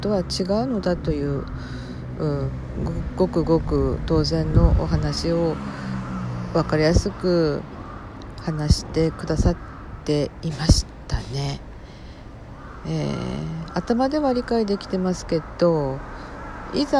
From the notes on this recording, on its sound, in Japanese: 音量注意、です。屋外のおとのなかで、iPhoneに思い切り近づけて話しているので。